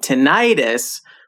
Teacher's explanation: Yeah, and I've also heard that British people tend to emphasize the first syllable, but many Americans, including me, say tinnitus with the emphasis on the middle syllable